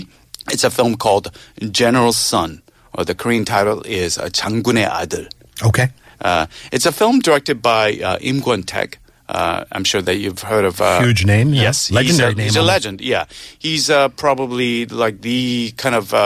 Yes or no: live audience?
no